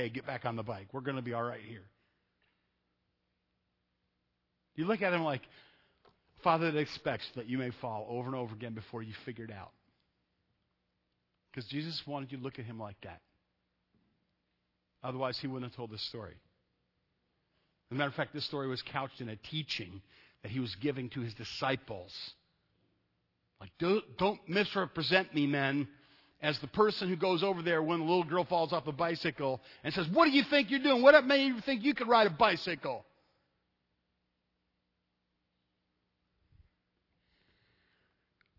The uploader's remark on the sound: Sunday night at Evangel I preached a message